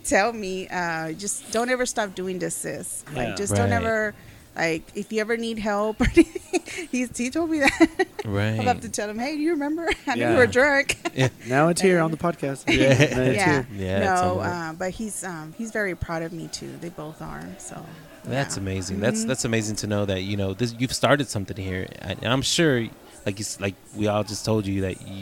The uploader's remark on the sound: on location from Whiskey River Saloon